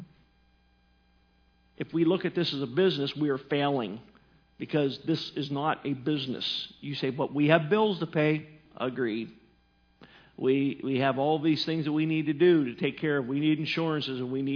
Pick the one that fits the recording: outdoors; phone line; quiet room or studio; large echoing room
large echoing room